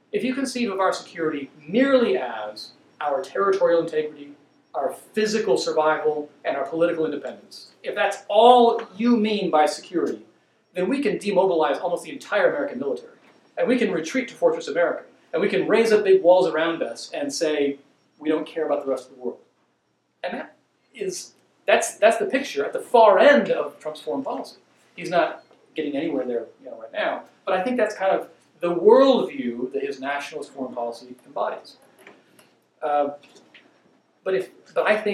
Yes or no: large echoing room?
yes